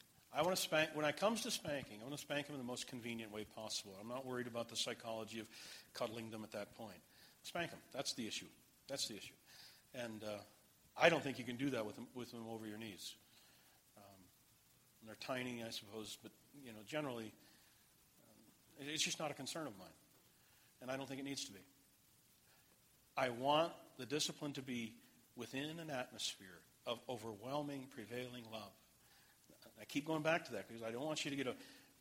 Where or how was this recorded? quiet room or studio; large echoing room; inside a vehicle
large echoing room